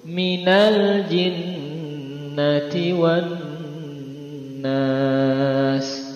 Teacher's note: Yang jelas irama yang terakhir ini nadanya harus turun.